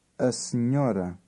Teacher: Word 10 has a new sound. The combination NH is pronounced ny.